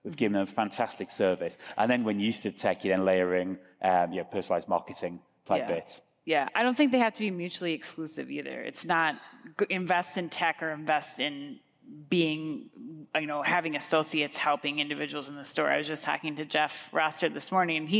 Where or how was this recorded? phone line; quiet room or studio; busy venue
busy venue